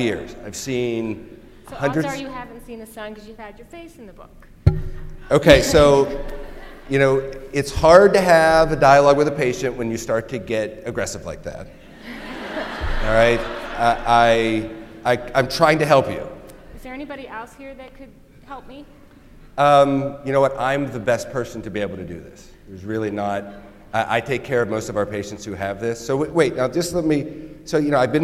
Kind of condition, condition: setting, live audience